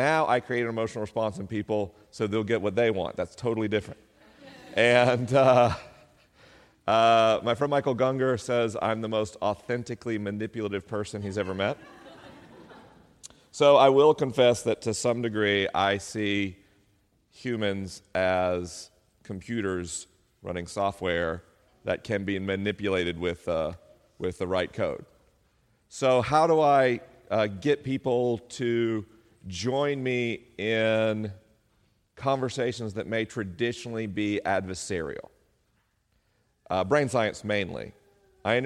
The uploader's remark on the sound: LIVE in Tacoma, WA. This week is a live episode: the questions are unscreened and the answers are unrehearsed.